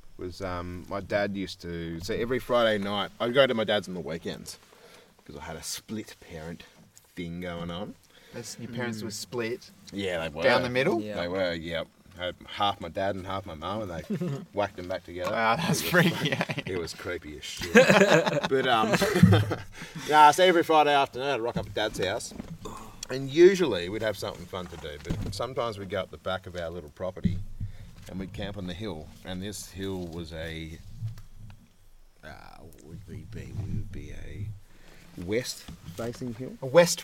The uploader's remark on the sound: The second part of this recording out under the stars, alongside the river, in the wild. Camping.